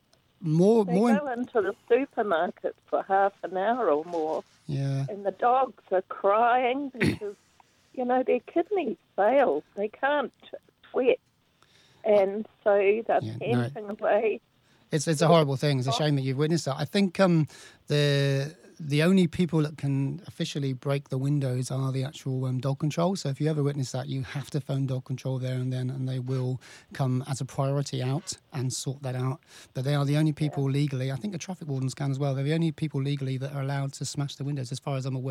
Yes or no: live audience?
no